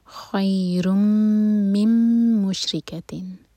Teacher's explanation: میم بشدہ ہے تو میم پر غنہ کیا جائے گا